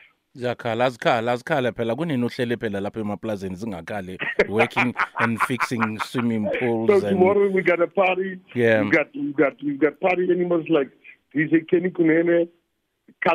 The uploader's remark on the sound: joins us on the line